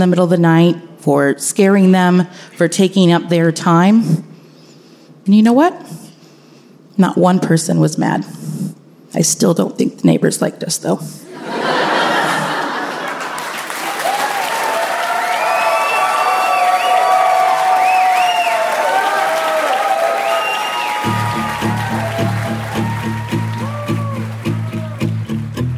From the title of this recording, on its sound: Live From Richmond!